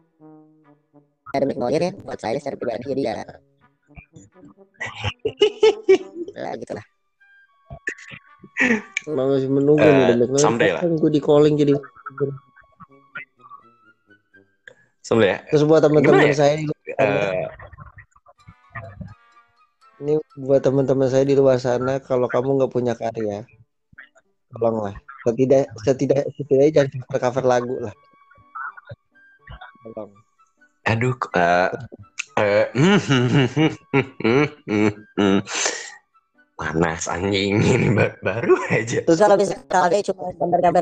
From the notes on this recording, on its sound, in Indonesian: Mohon maaf apabila, kualitas audio kami sangatlah buruk.